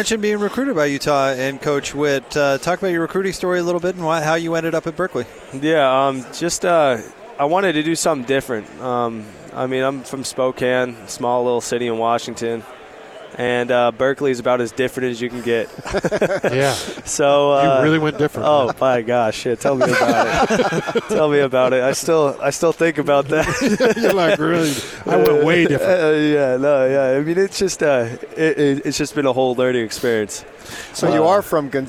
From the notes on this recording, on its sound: live from Pac-12 Media Day